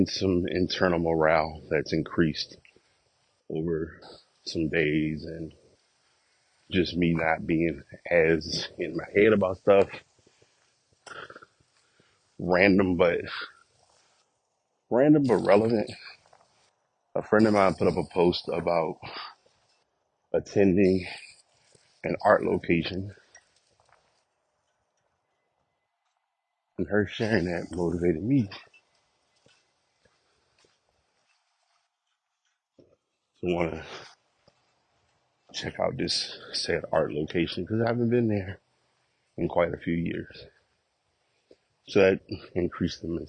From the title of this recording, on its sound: Walk Recording